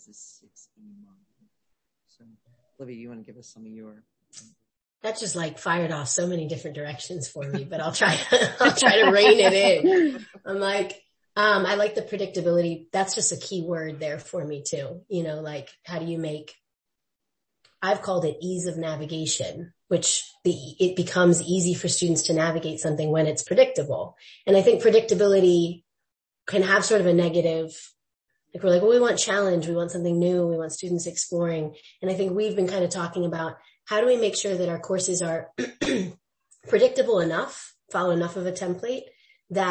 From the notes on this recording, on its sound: my microphone was on low… it’s not your hearing.